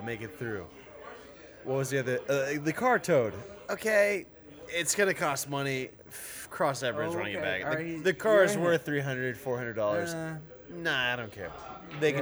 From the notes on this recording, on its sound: As we start drinking the topics change go in an out. Thank you 04 lounge. Letting us record, great time at a chill bar.